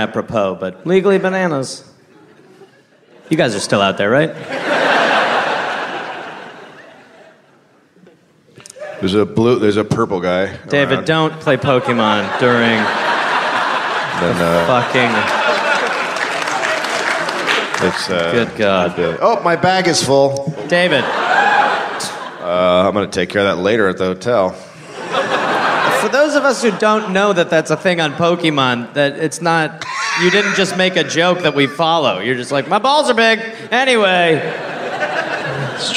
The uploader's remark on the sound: Live in Australia. Live from Adelaide, Australia.